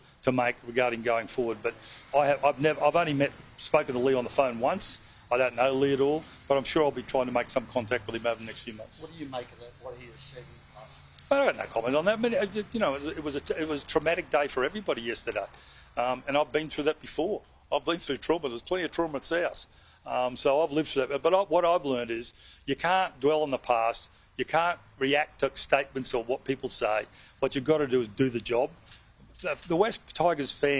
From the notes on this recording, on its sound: Press conference.